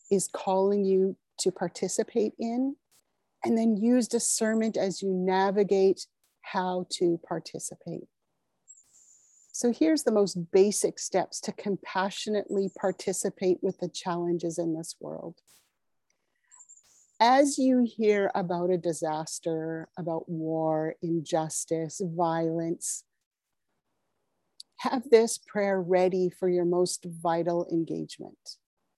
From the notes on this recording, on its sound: (evening her time), oh the wonders of zoom!